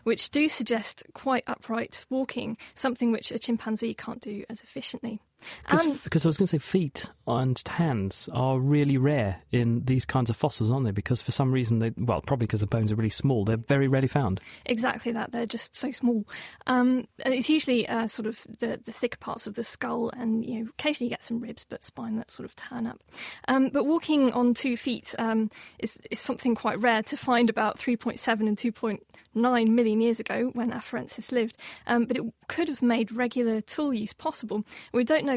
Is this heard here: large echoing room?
no